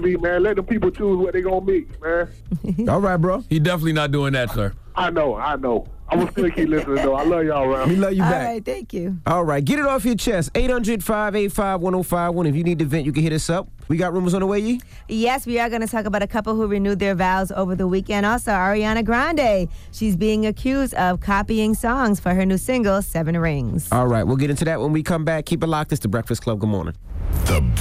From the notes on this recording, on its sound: We opened up the phone lines.